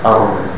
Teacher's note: The Ra is from the tip of the tongue, not from the throat or the back.